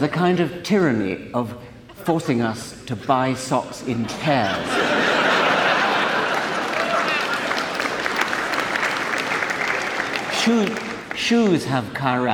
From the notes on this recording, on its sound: At a live event in Los Angeles (first of two).